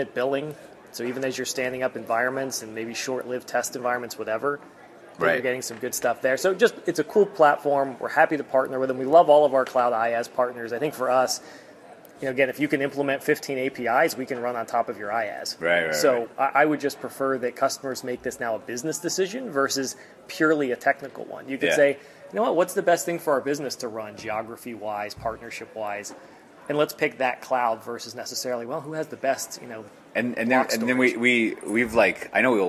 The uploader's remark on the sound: Live to Tape from DellEMCWorld